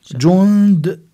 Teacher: نون ساكنة وبعد الدال عنا إخفاء